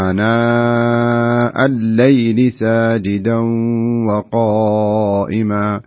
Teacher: خلاص شدد اللام بدون ما تقف عليها · Term: اللام مشددة